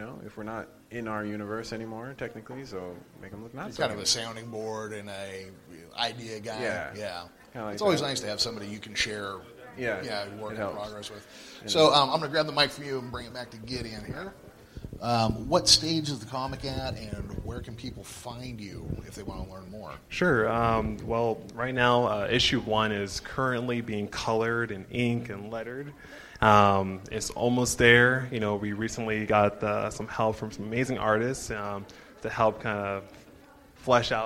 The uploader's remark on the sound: Host some of the panels at Tracy Comic Show and Reptile Expo.